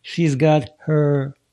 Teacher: H вообще не была слышна даже